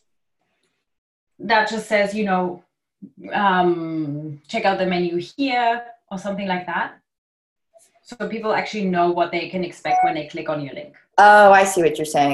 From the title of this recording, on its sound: Live Q&A Call